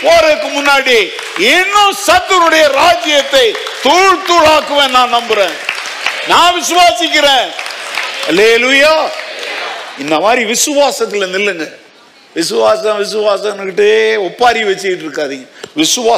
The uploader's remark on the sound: Sunday 2nd Service Sermon Live